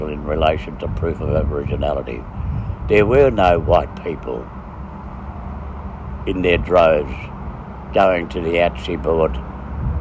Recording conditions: phone or laptop microphone